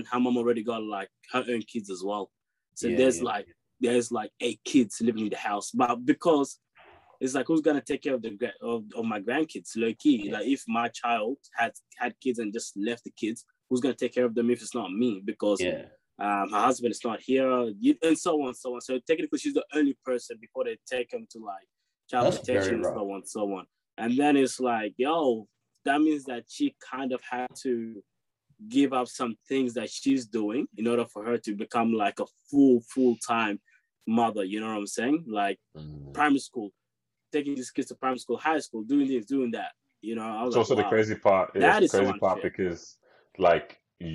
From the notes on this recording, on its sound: Hopefully closer to the last of the zoom episodes